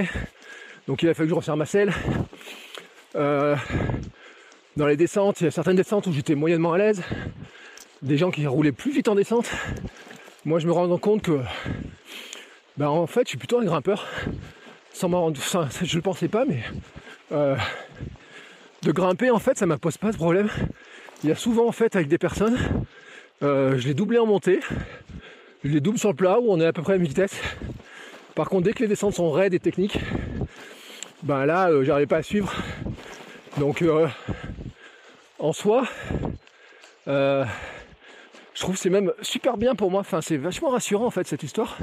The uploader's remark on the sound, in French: mon tout premier Gravelman en live depuis le vélo